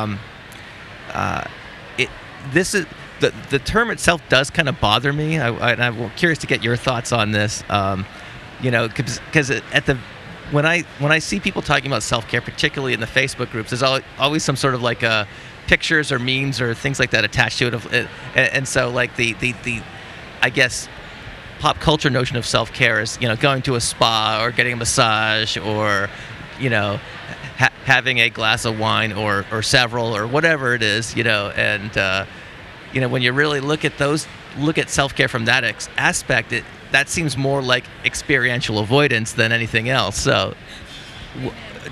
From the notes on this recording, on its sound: This conversation was recorded in-person at the 2019 Association for Behavior Analysis International conference that was held in Chicago